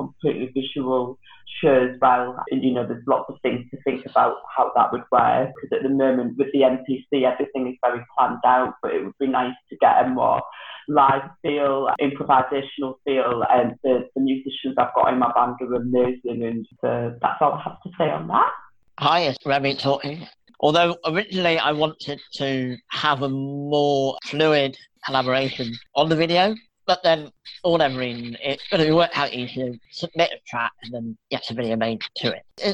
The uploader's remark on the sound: This conversation was recorded at a live Zoom-based listening party